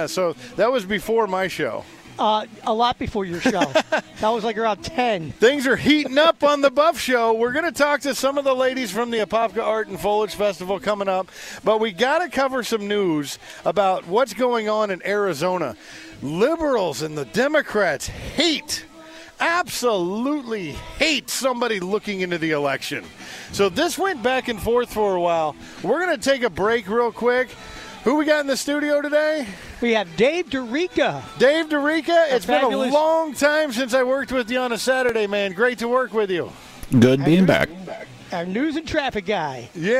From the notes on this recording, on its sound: Live from the Apopka Art and Foliage Festival. At Kitland Nelson Park.